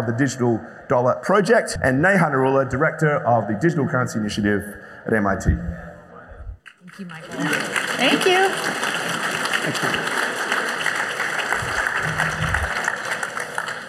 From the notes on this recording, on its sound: A Consensus 2022 panel from Austin, Texas